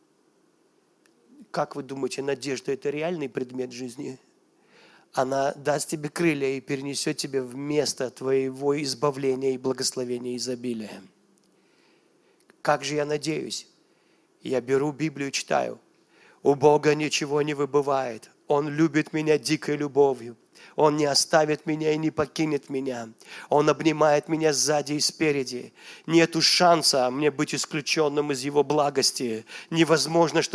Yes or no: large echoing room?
yes